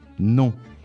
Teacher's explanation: You say the O in your nose. · Term: nasal vowel